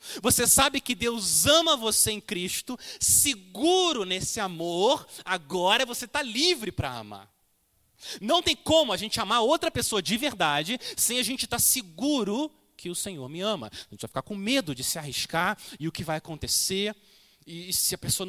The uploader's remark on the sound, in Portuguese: Mensagem gravada na Igreja Batista Jardim Minesota